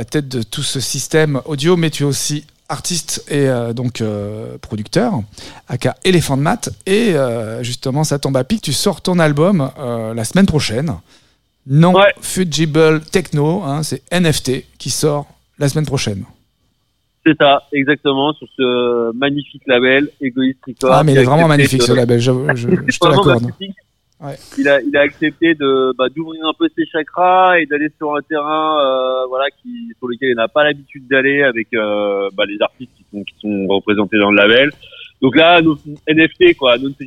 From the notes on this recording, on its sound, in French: De retour à la Folie L1 pour SoumSoum, l'émission du label Egoist Records. Au téléphone.